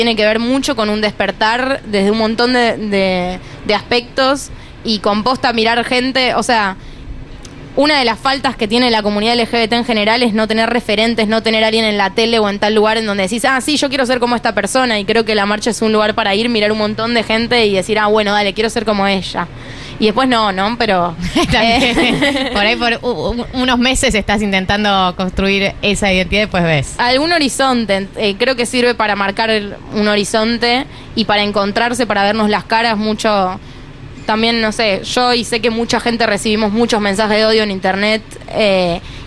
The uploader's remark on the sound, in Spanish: En vivo en la terraza de Yunta.